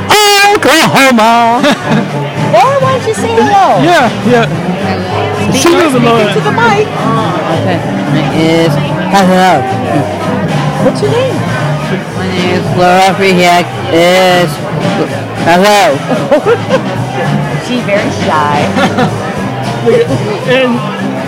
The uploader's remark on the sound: LIVE From 2016 Believe & Achieve Banquet. Podcasting live from the 2016 Believe & Achieve Banquet in celebration of SEASPAR's 40th anniversary. Tune-in to hear from participants, staff, and all those involved.